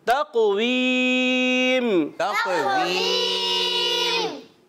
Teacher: اس میں بھی قاف حرف مستعلیہ میں سے بھی ہے، حرف قلقلہ میں سے بھی ہے، موٹا بھی پڑھنا ہے اور قلقلہ بھی ادا کرنا ہے